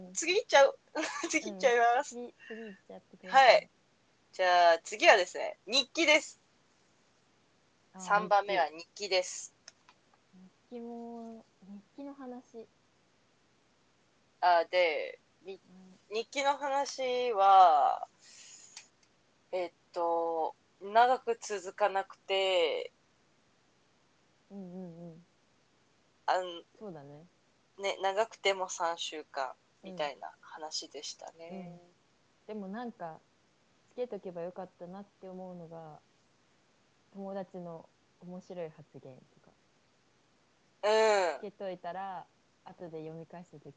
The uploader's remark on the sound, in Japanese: 収録トラブルで少し音量が小さかったり、大きかったりしてます